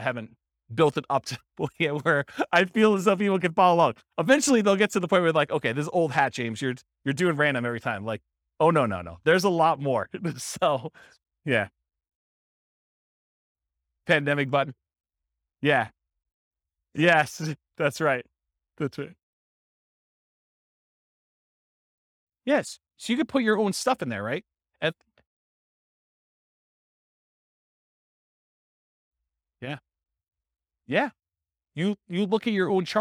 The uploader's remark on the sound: This was a live class recorded